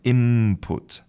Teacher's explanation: But again, to transition from N, where your tongue is curled up and touching the roof of your mouth, to transition from N to P, to our P, to make input, that's, again, it's like gymnastics for your mouth. So we substitute. We actually change the N, the N, for an M. And so if you listen to native speakers, they say input, as if the word was spelt I-M-P-U-T, input.